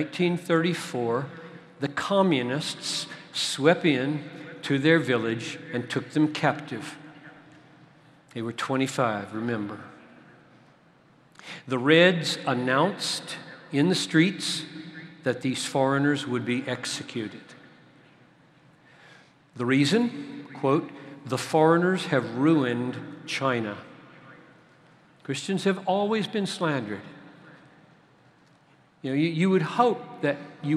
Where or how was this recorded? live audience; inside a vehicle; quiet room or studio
live audience